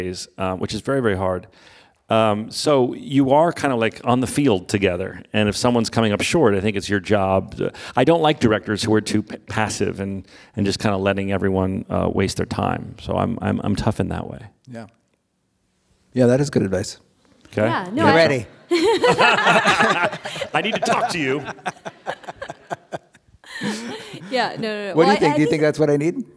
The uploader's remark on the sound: on stage at NYC Podfest